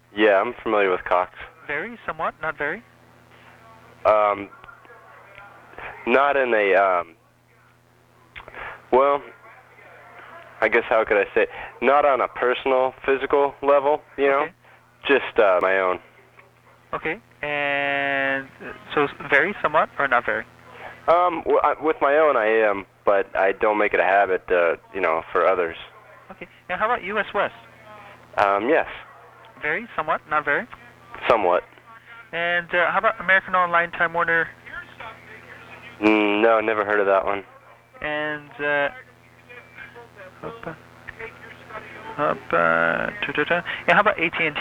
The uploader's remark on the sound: Personal Prank Phone Calls Collection